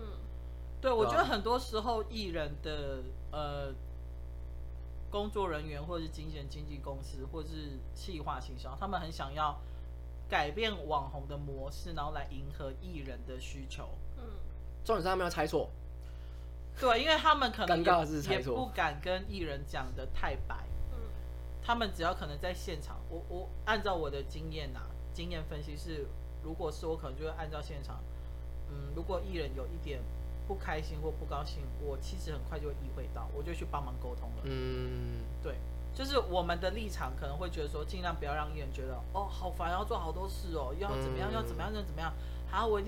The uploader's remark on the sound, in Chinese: 中元期間錄製時一直有好兄弟們加入，若有雜音請勿在意